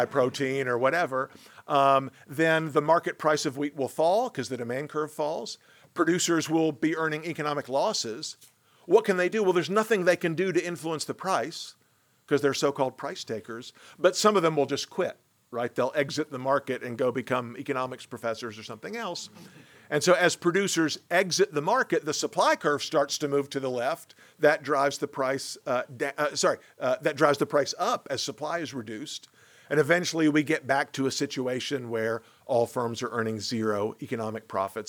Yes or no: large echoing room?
yes